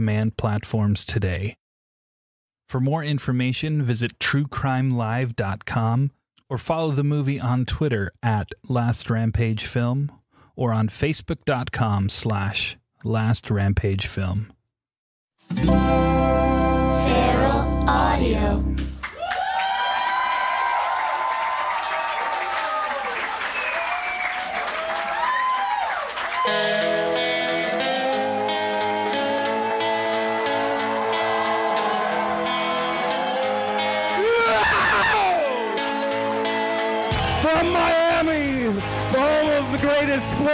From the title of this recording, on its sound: LIVE From Magic City Comic Con